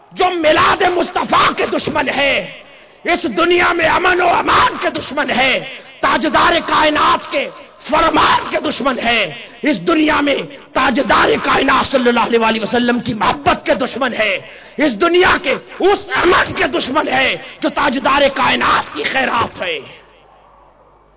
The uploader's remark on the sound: Event: International Mawlid un Nabi Conference 2010. Place: Minar e Pakistan Lahore.